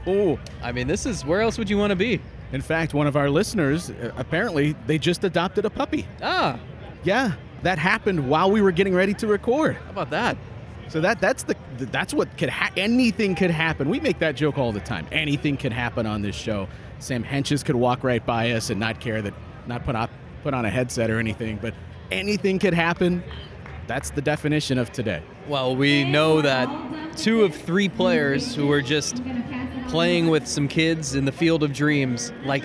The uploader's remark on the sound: record this week's episode in the middle of GuardsFest 2023